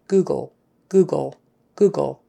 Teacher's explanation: The L at the end is just a quick tongue up behind the teeth.